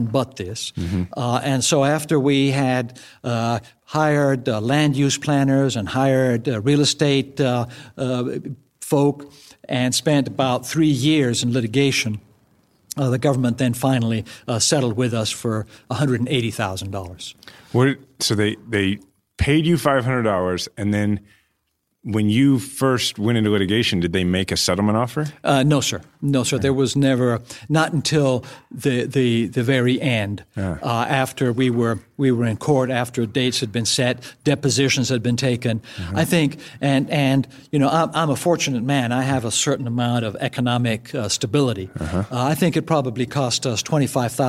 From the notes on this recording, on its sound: recorded in a wooden barn